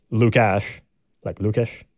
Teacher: the like little U above the S, I guess, makes it more of a sh sound